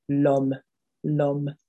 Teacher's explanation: the L is almost like the first letter, the first sound of the word. So you don't leave a gap between the l and the om. It's just l'homme, l'homme, meaning man.